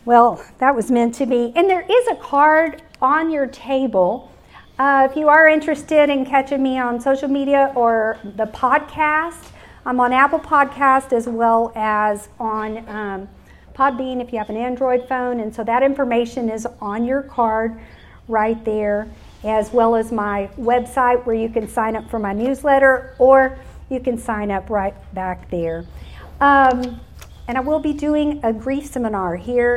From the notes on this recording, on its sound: It was recorded live at the Women of the Canyon Spring luncheon that 200 women attended.